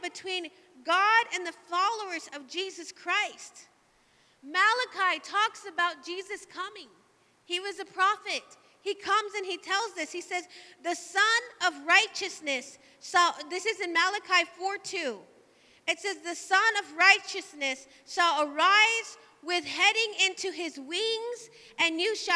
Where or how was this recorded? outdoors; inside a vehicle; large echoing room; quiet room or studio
large echoing room